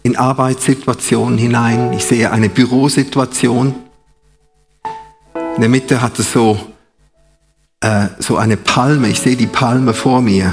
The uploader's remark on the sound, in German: Live aus Winterthur der Dienstagsgottesdienst